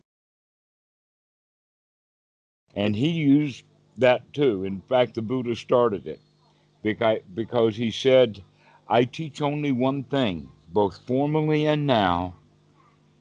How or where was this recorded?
video call